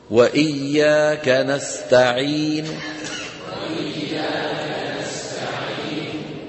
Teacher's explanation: وسبق أن ذكرت لكم إن الروم حكمه حكم الوصل، يعني ما بيجي معه العرض السكون، لما نقف على كلمة بالروم نقصر المد العرض السكون كأننا نصلها